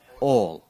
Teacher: If you're from Appalachia, it's one syllable, all.